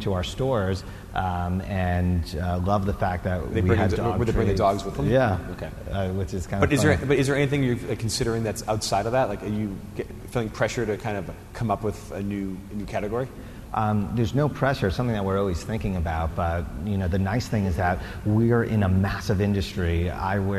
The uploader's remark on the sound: Recorded at the Forbes 30 Under 30 Summit in October 2016.